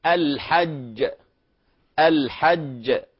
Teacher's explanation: أما الجيم الأولى في كلمة الحج فهي أصلا مدغمة